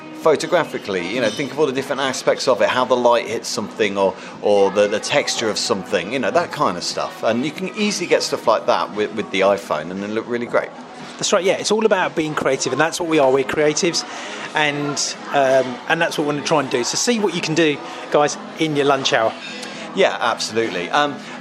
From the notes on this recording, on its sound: recording in a Beefeater whilst on a 3 day shoot